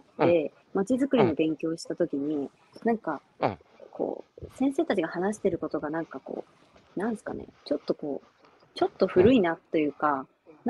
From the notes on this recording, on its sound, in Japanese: 歩きながら1時間、対談する